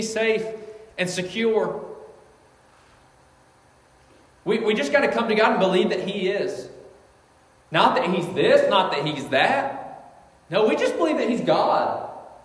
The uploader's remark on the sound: This message was preached on February 4th, 2024 at Collins Hill Baptist Church.